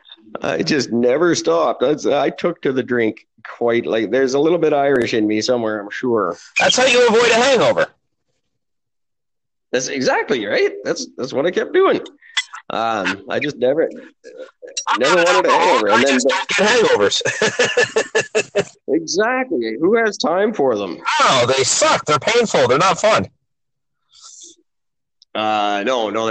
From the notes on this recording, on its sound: Technical difficulty plagues this already underwhelming 100th episode